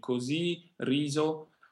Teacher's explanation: Così, riso, with a hard S, is the traditional pronunciation of these words. Nowadays, it's more common to hear the voiced Z sound here, even in spoken language, especially in northern Italy.